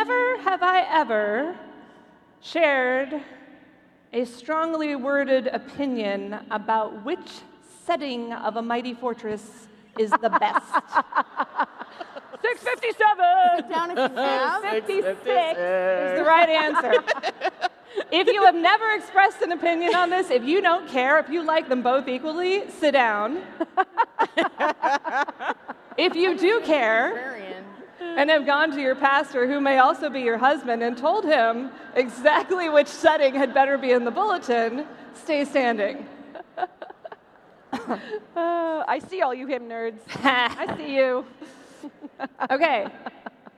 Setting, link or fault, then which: setting, busy venue